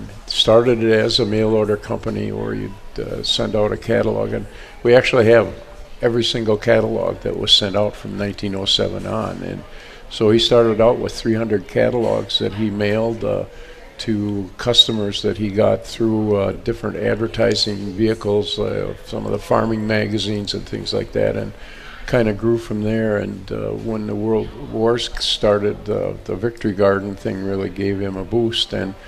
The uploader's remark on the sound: Live At Jung Garden Center